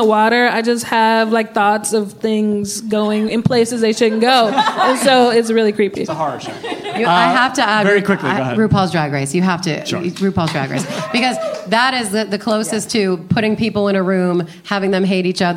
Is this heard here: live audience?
yes